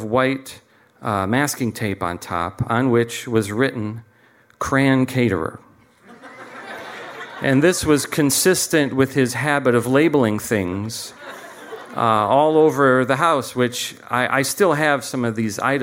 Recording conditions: live audience